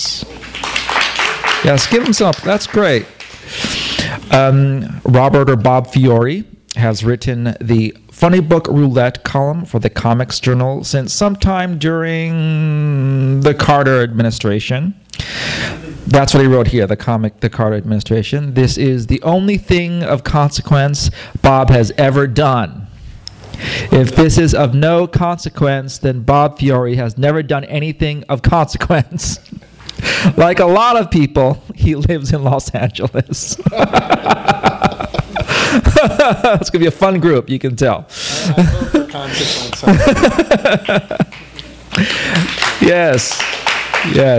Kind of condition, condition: setting, live audience